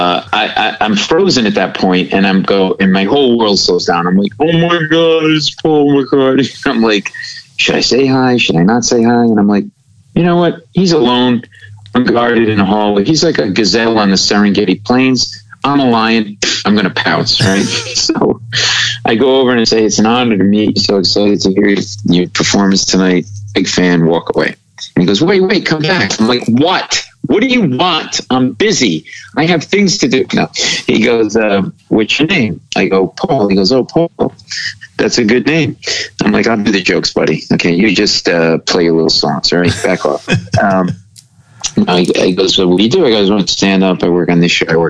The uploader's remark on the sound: somehow, he had a half hour to hop on the phone with us!